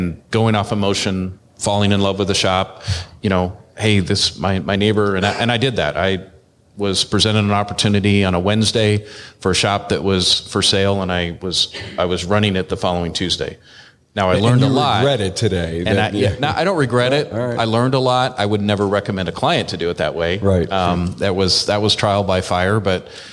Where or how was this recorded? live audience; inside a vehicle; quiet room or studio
live audience